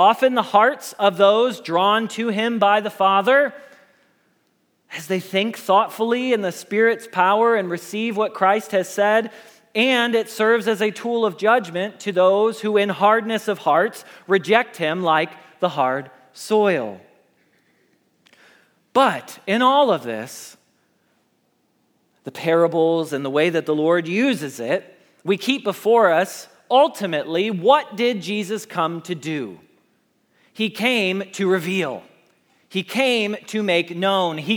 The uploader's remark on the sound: Message Preached at Valley Creek Church